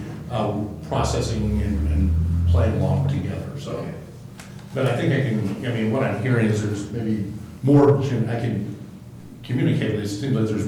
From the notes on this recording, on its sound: Live recording of Astoria City Council meeting, March 18, 2019, Astoria City Council chambers.